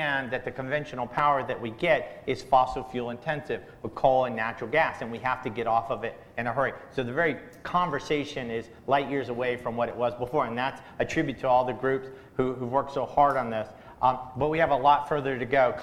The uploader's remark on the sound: We listen to a panel discussion I moderated two weeks ago at the 16th Eastern Shore Planning Conference in Easton, Maryland.